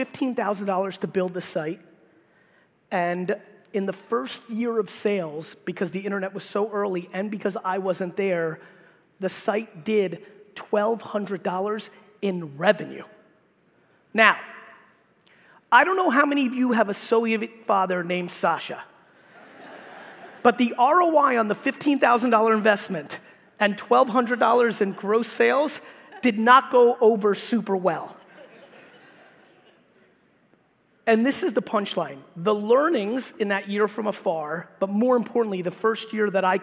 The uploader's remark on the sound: keynote that I gave at the Hearing Innovation Expo in Las Vegas